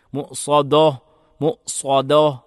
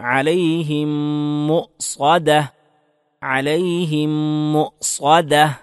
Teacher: എന്താണ് അലൈഹിം മുസ്വദ, അലൈഹിം മുസ്വദ, ഈ രൂപത്തിൽ ദാലിനെ തർക്കീക്കാക്കിക്കൊണ്ട് ഉച്ചരിക്കണം, സ്വാദിനെ തഫ്ഹീമാക്കിക്കൊണ്ട് ഉച്ചരിക്കണം · Shown in: second take